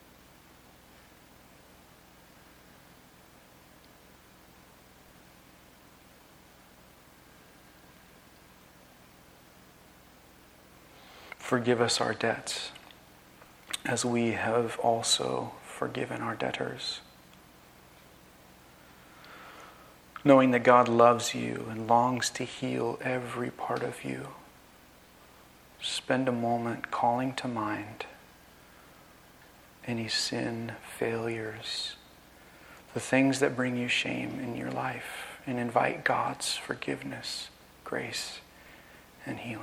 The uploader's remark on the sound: This message was recorded on May 14, 2023, at View Ridge Middle School in Ridgefield, Wa.